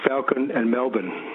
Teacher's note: It's in between. The vowel sound is in between an A and an E.